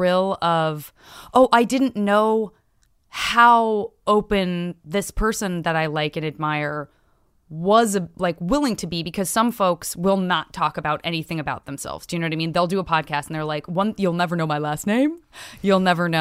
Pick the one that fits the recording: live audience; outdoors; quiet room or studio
quiet room or studio